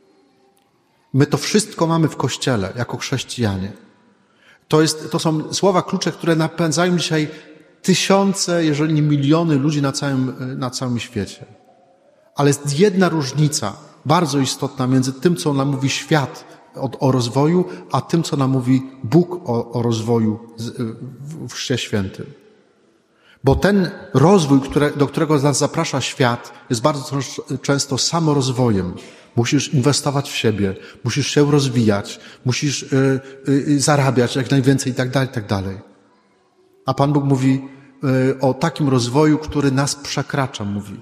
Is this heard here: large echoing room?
yes